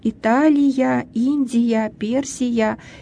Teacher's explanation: Если мы их видим, как они латиницей написаны, Италия, Персия, Индия, там скопление гласных звуков ИА. И поскольку я сказала, что для русского языка не характерно это зияние, это скопление двух гласных звуков, то происходит вставка согласного йод. И мы говорим Италия, Индия, Персия, и пишем Италия, и буква Я, которая скрывает в себе, содержит в себе два звука йод и А, Индия, Персия и так далее.